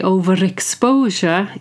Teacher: So over has no R, but when you say overexposure, you have to say the R. · Term: intrusive R